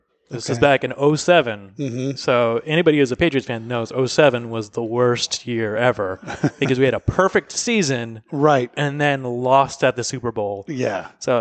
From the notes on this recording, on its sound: broadcast live on location from Studio 21 Podcast Cafe high above Two Guys Smoke Shop in Salem, New Hampshire